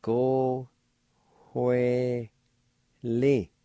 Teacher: In the first part, right between the O and W, there'll be a faint H sound